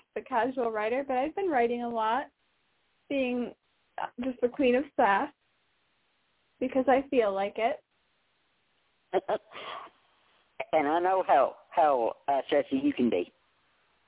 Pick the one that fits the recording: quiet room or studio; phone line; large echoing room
phone line